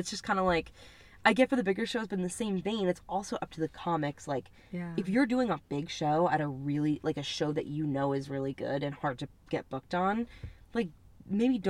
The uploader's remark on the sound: In The Car